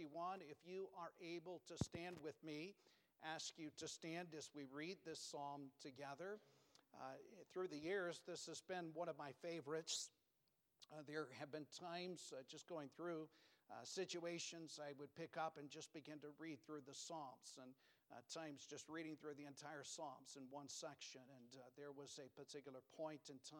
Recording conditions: large echoing room